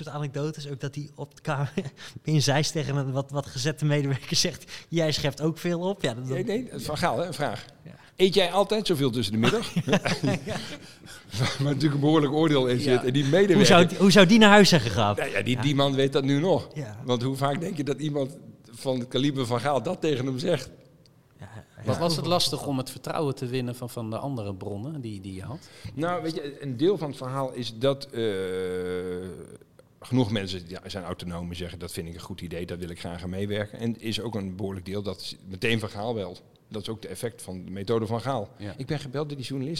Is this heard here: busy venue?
yes